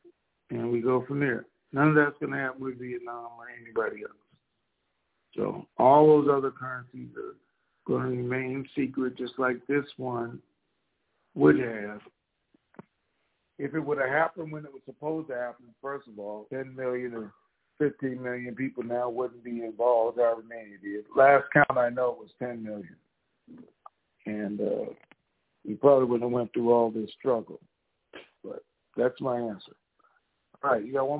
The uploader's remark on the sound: TNTSuperfantastic Conference Call